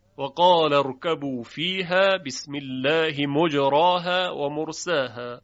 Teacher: یه امالهی در کار نیست، یعنی حرف را تفخیم میشه و الف بعد از اون هم تفخیم میشه